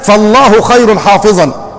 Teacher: همزة، اسمها همزة إيه؟ همزة وصل، همزة الوصل بتسقط في درج الكلام